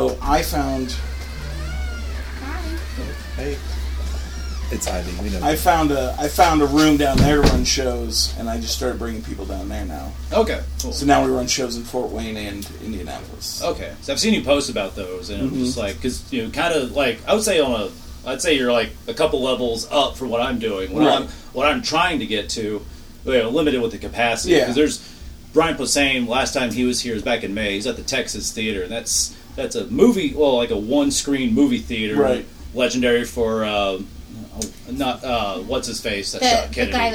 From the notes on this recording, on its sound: podcasting with comics from the back office at Mass before they perform at Laugh Your Mass Off